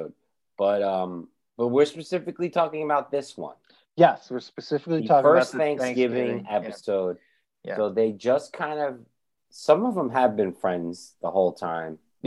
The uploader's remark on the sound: We recorded this on November 16, 2020, on Zoom so there are some small sound discrepancies